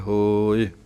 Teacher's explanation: ਹਾਹੇ ਦੇ ਹੋੜਾ ਲੰਮਾ ਬੋਲਣਾ ਹੈ ਉੱਪਰ ਨੂੰ, ਅਤੇ ਈੜੀ ਦੀ ਆਵਾਜ਼ ਥੋੜ੍ਹੀ ਨਿਕਲਣੀ ਹੈ